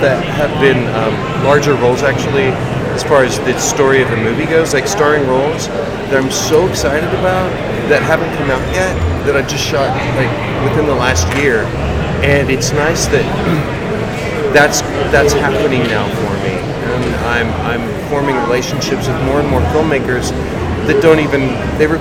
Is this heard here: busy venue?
yes